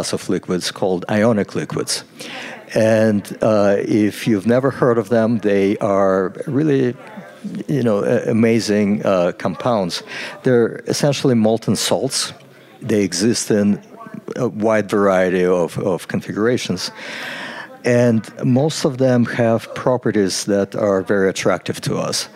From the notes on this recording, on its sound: on a trip to the 2023 NASA Innovative Advanced Concepts (NIAC) Symposium in Houston, Texas.